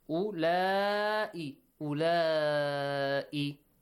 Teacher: It's wajib. You have to stretch it for 4, 5, 6 counts. · Term: Mad